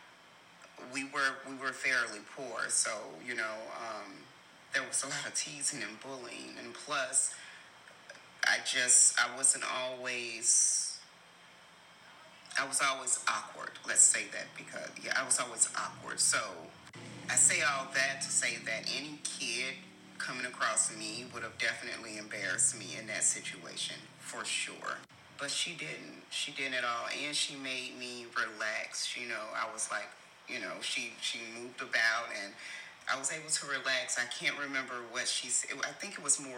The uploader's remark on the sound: So, please forgive any background noise.